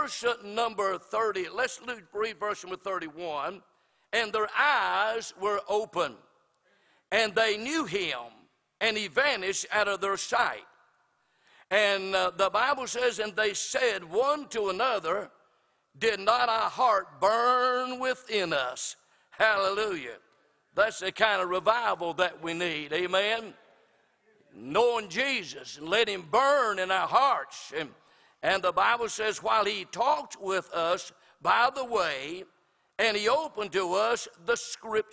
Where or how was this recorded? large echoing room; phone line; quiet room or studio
large echoing room